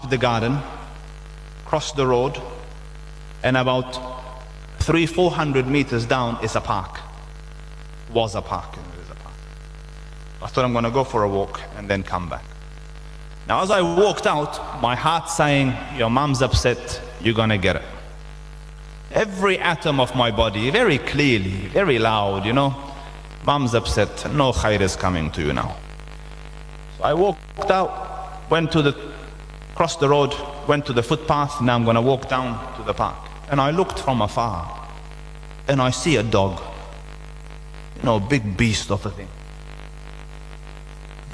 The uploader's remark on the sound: delivered the guest lecture at Masjiedul Furqaan in Lansdowne